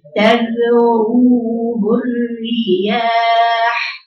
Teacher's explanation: راء مفخمة لأنها مضمومة